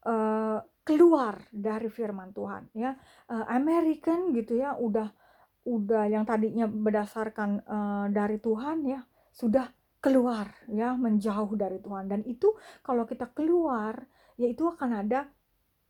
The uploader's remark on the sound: my voice in this recording is probably too low.